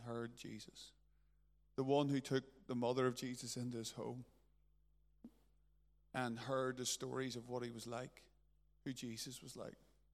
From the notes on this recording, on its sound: A recording from the Covenant service between the Journey Church Lisburn and Lisburn Christian Fellowship